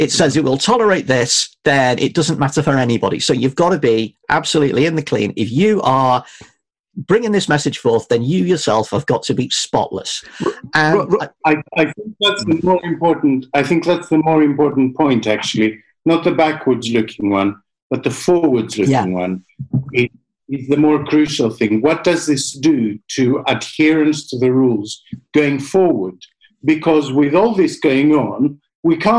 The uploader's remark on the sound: Recorded on Zoom at 1pm today.